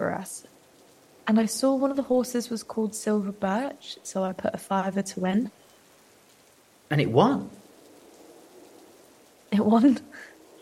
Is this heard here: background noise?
yes